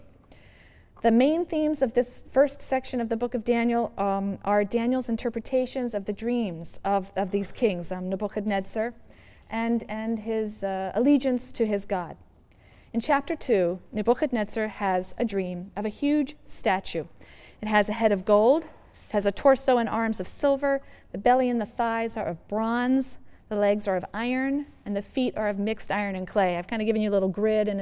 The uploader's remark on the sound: Yale Lecture